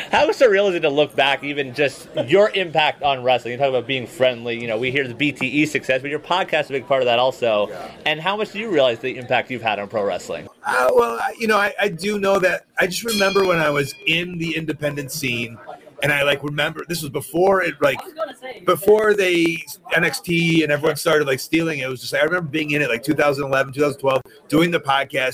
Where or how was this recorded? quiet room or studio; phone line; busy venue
busy venue